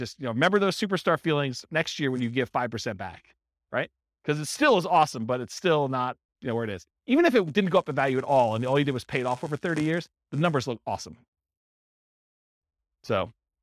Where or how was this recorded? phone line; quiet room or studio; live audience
live audience